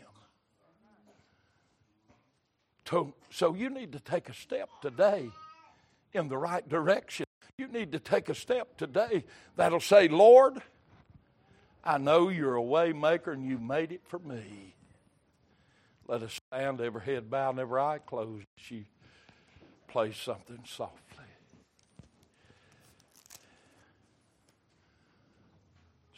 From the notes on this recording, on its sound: Recorded January 15, 2023 - Sunday Morning Service